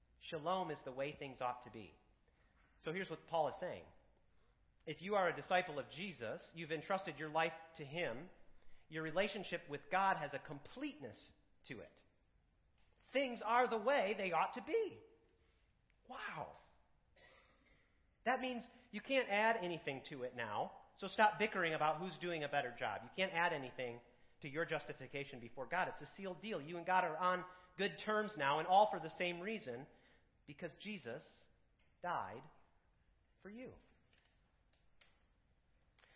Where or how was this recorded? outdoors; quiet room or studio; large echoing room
large echoing room